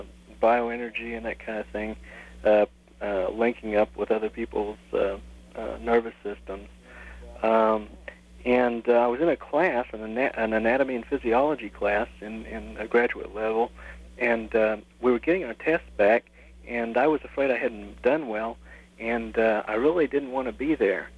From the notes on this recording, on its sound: 1992 Timeless Voyager Radio interview. LIVE plus listener call-ins.